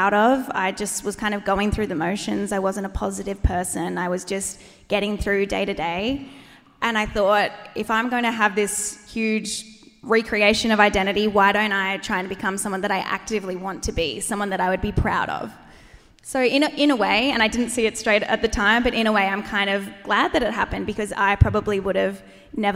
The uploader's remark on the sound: The cut down interviews from our LIVE SHOW!